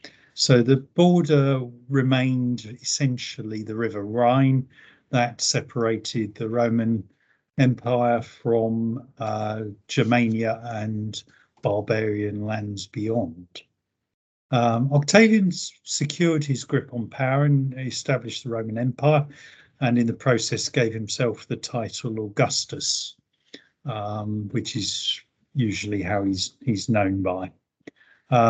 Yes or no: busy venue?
no